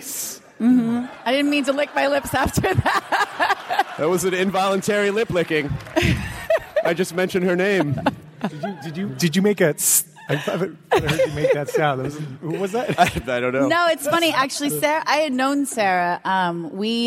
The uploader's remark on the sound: Was recorded at the nerdtastical C2E2 in Chicago. PILES of thanks to ReedPop for allowing us to record and share this with the masses!!!